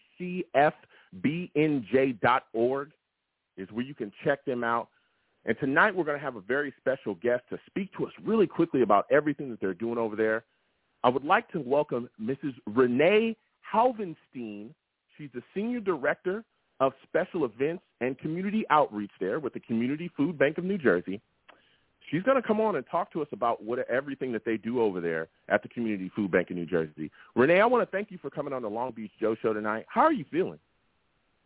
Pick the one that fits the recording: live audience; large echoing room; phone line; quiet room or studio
phone line